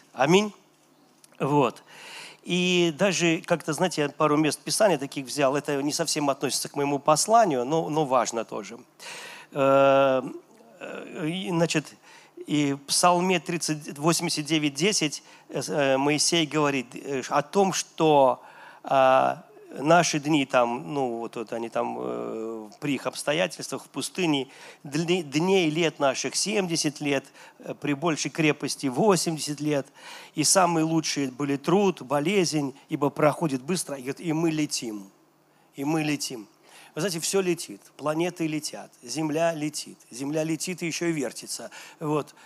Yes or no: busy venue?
yes